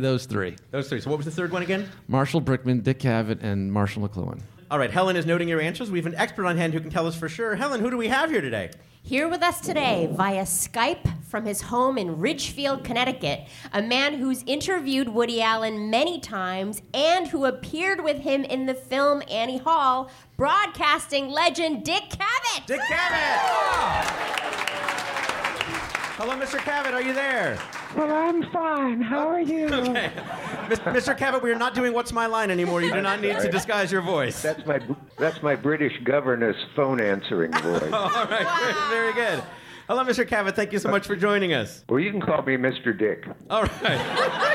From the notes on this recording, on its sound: The show is recorded at Caveat in New York City. It's the first episode of Go Fact Yourself recorded in New York! The show is recorded at Caveat in New York City.